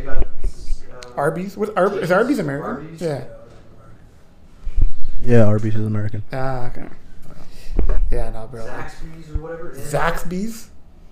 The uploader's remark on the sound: There was a problem with the mic, so work with us on the audio.